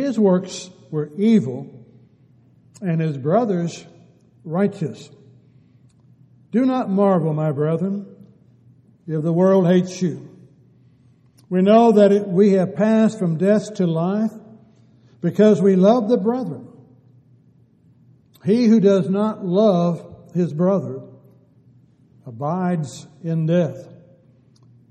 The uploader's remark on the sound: Downtown Church Of Christ Audio Sermon.